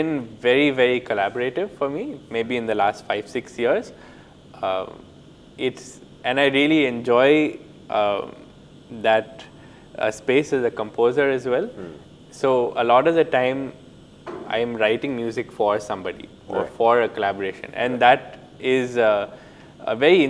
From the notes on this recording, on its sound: This episode was recorded at the Jaipur Literature Festival 2022 in March.